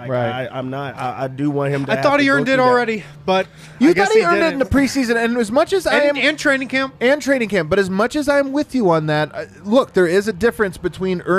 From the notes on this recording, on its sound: Break down the game live from the Winner's Lounge.